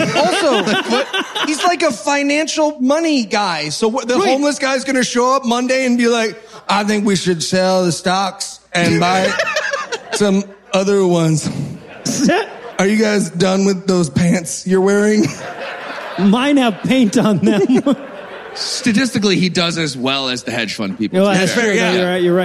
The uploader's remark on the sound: Live from Toronto